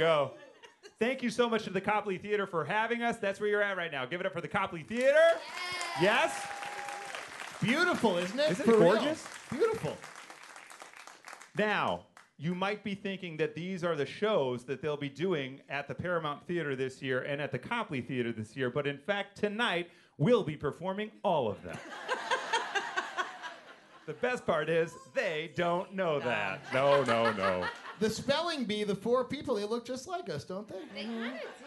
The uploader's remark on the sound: Morning Mix Live at the Copley Theatre in Aurora